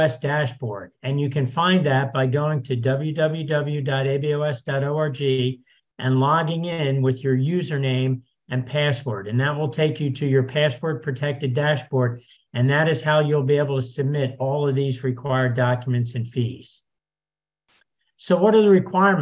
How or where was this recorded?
video call